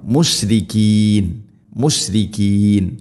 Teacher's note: മുഷ് ഷീനിനെ പരത്തി ഉച്ചരിക്കണം